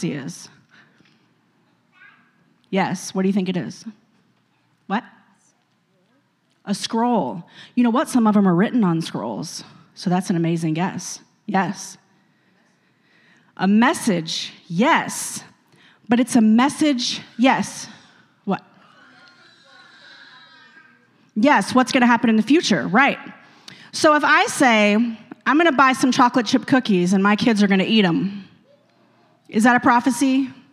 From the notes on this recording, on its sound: a service recording from Connect Point UPC